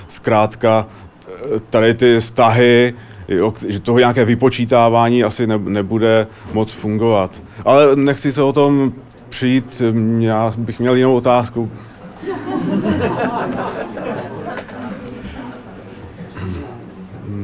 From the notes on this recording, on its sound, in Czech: Science Café. Kavárna Potrvá, Srbská 2, Praha 6.